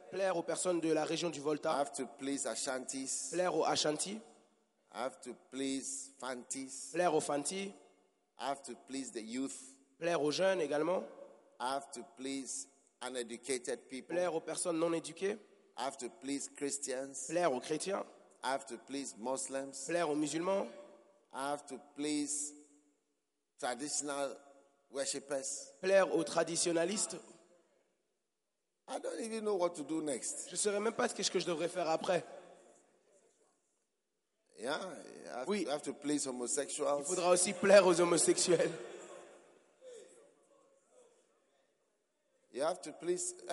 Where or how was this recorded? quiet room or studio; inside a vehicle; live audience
live audience